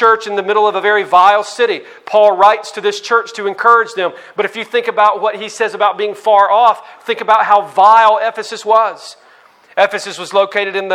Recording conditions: live audience